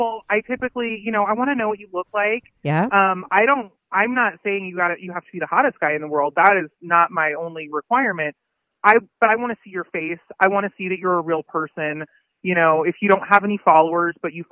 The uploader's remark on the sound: she called in to talk all about it